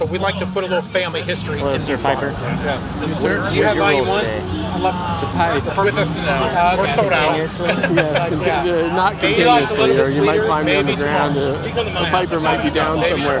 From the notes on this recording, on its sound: Kentucky Bourbon Festival Recap, we jaunt our way through the festivities to hunt down some exclusive bottles, speak with more amazing distillers, and hear some mighty fine piping.